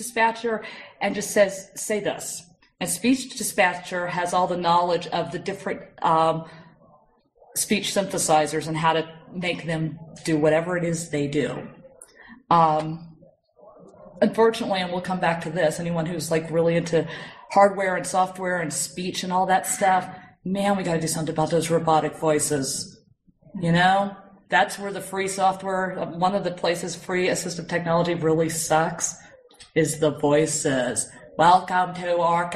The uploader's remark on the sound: this talk was recorded at the Northeast GNU/Linux Fest 2012-03-17